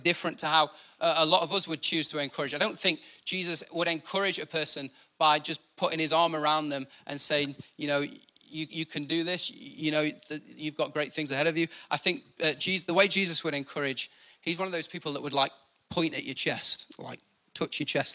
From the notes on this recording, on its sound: Recorded live at the Chesterfield Campus. IKON Church.